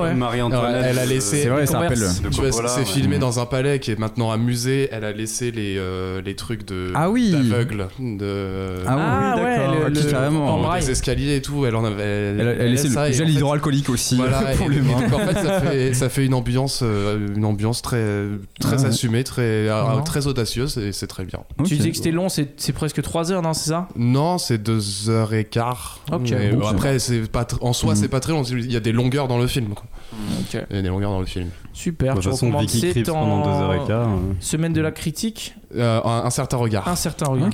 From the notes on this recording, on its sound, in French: Propose une émission quotidienne en direct depuis le festival de Cannes. Depuis la croisette.